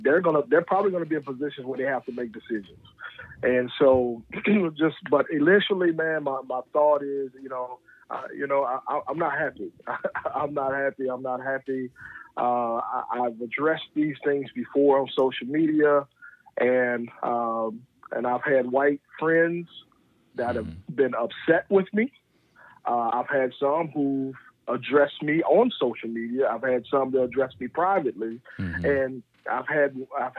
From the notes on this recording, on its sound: Get on the phone.